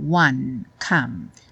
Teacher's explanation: lembrando de terminar o som no N ou no M e não seguir para o E